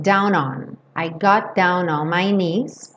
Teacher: E aqui eles juntam down com on.